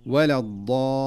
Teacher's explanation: فالضاد هنا ينبغي أن تؤدى ضادا صحيحة من مخرجها المعروف دون أن تميل إلى الظاء